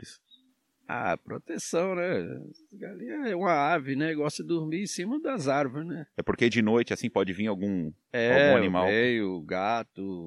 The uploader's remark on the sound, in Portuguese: O episódio foi gravado ao ar livre com galinhas e porcos por perto e com uma linda paisagem coberta por palmas. (Sul da Bahia no município de Caldeira).